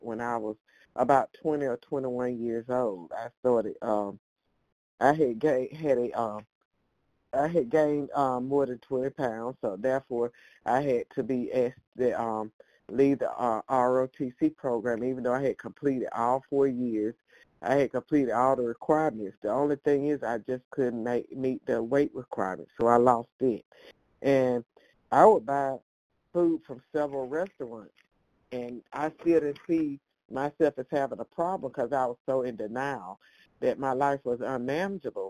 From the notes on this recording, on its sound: from the 100 Pounders Phone Meeting